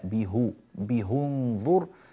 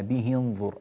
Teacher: كل ما يفعله الأزرق، أقول وافق الأصبهاني الأزرق في كل أحكام الهاءات في هاء الكناية، ولم يخالفه إلا في كلمة واحدة فقط، في كلمة به انظر، كيف به انظر، قرأها به انظر الأزرق، وقرأها الأصبهاني بضم الهاء به، به انظر يضم الهاء في حال الوصل، طبعا أما إذا وقف يقول به يعني، فالهاء ساكنة.